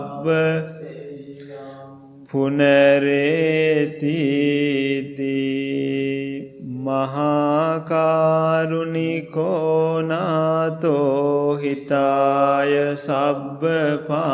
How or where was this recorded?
large echoing room